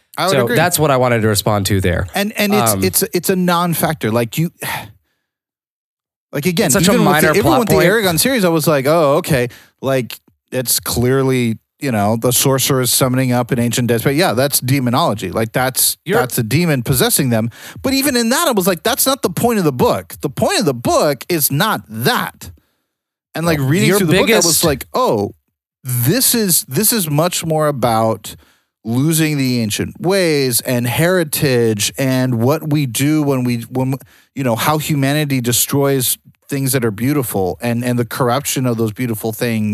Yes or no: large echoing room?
no